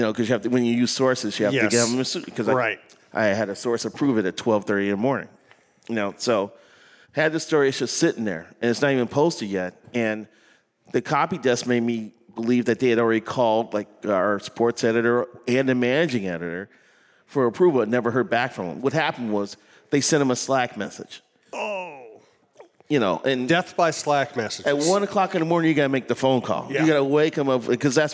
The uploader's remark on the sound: At a live show from 11 Wells Distillery.